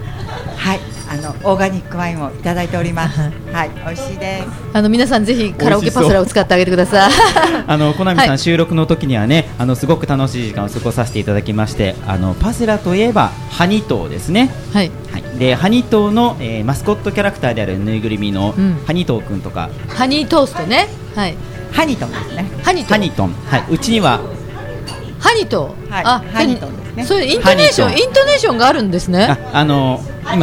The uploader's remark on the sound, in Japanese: 麻布十番商店街入口にある、ビストロ「蝶蝶」にて行われた公開収録の模様をお送りします。